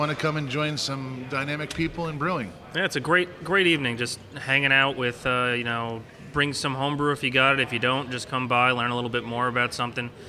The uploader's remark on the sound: stayed warm drinking barrel-aged beer at Gnarly Brews Tap Room and Bottle Shop in Phillipsburg, NJ.